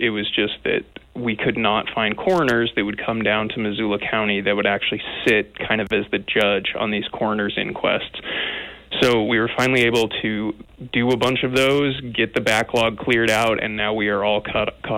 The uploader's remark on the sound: Open Phones